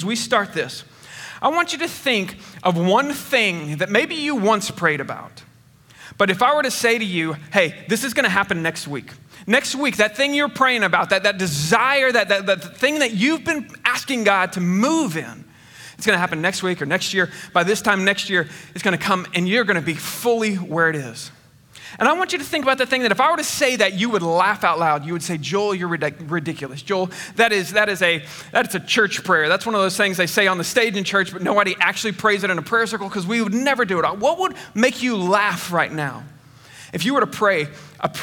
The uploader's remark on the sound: Recorded on 8/22/21 at Connection Point Church